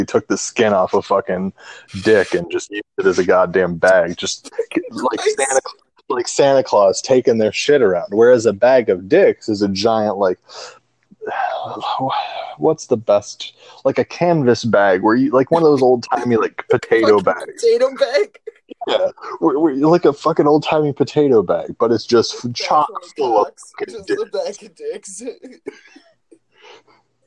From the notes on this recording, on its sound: This Episodes Audio Is Not Ideal.